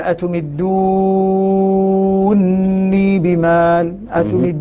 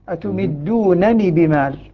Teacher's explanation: قرأ حمزة بإدغام نون رفع الفعل في نون الوقاية · Shown in: first take